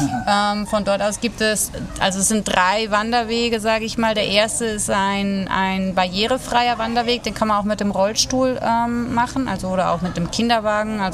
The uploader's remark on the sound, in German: in dieser Episode, die am Hafen von Las Galletas im Süden Teneriffas aufgezeichnet wurde